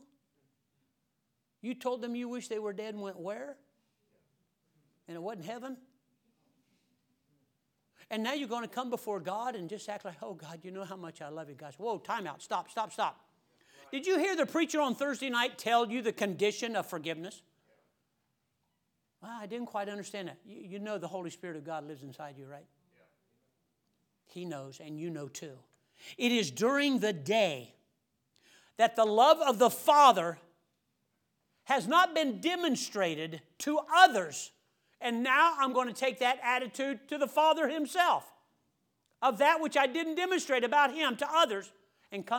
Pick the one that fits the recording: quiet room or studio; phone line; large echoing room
large echoing room